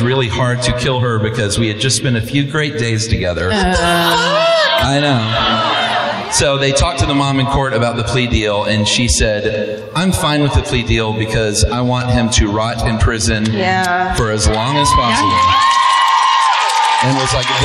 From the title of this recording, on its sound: Live at the Fox Theatre in Atlanta